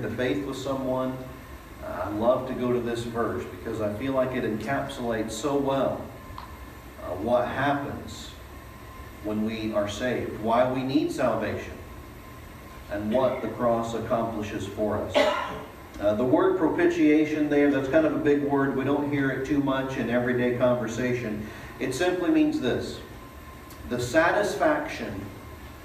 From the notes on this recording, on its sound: Delivered at East Eleventh Street Baptist Church